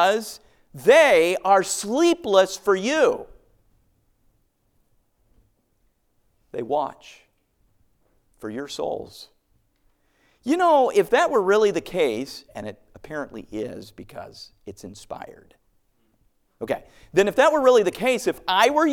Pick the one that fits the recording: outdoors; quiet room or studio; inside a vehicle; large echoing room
large echoing room